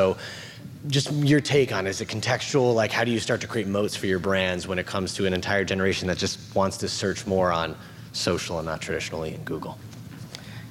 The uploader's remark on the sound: At the Retail Innovation Conference & Expo (RICE). We go back to a panel of marketing leaders.